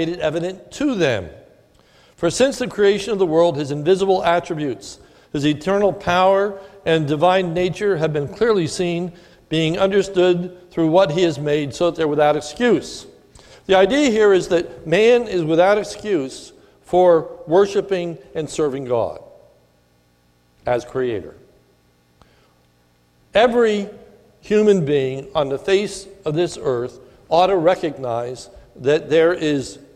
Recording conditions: large echoing room